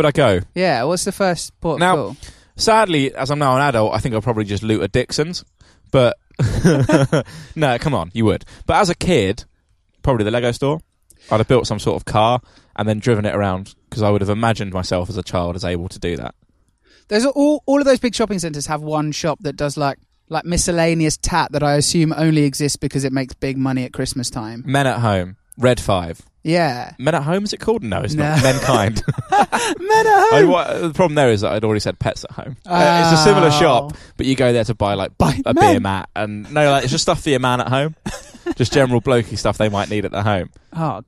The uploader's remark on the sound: Recorded live in London to an audience of pigeons and squirrels at London's Regent Park.